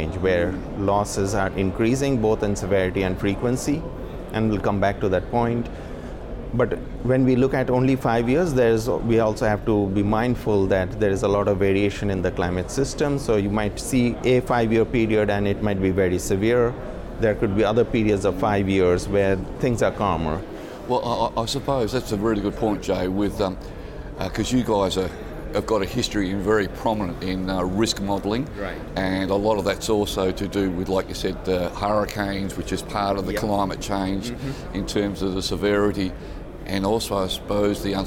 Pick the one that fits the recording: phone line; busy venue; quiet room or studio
busy venue